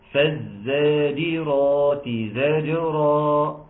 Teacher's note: الزاجرات الاولانيه الجيم مكسوره، الزجرة الجيم ساكنه فتقلقل